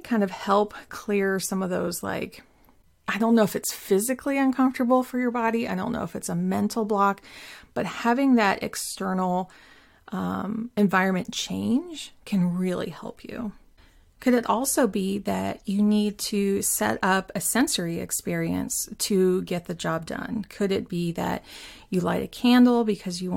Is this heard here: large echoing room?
no